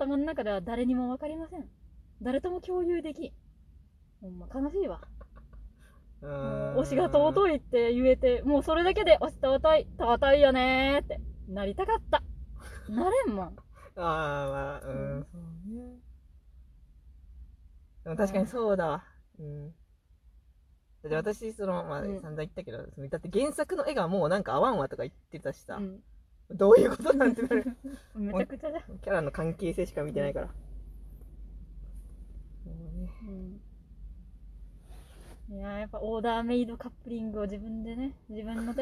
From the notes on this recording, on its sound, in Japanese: From Radiotalk。車の中で喋って苦しんでいます。